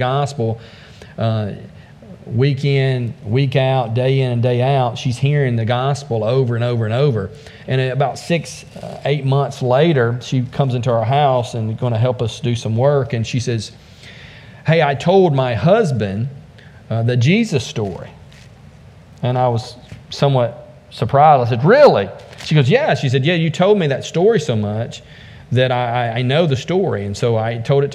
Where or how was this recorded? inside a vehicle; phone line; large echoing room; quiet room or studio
large echoing room